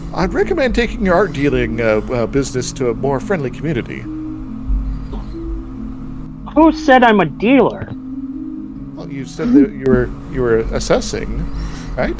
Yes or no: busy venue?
no